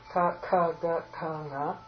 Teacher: for all of these letters, the throat is the sthana, the kantaha.